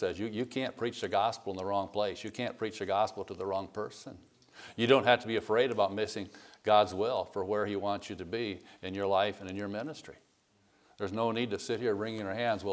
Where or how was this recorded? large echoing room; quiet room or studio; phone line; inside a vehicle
large echoing room